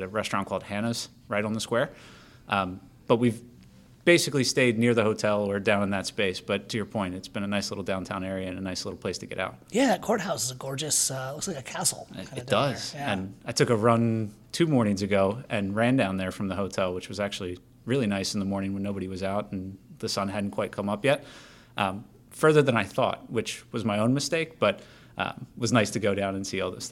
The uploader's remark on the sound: Speaking at the Technology Tools for Today conference